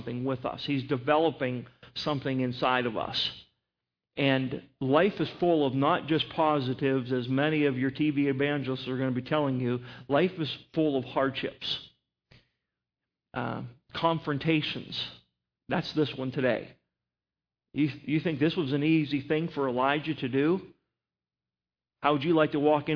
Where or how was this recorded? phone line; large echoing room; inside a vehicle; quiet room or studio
large echoing room